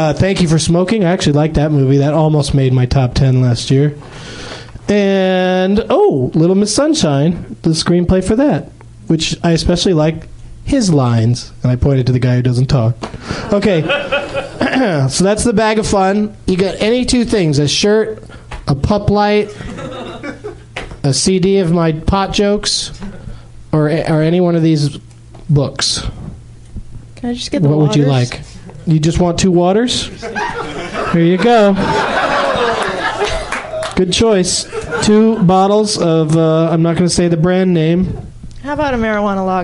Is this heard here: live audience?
yes